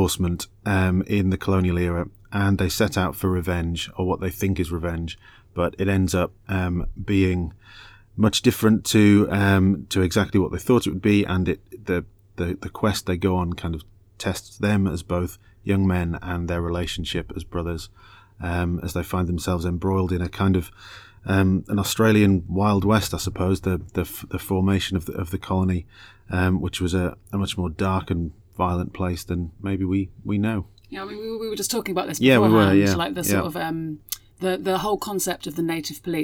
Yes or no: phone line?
no